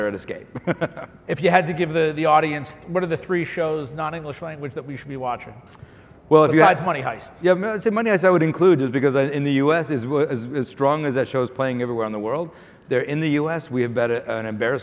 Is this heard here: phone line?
no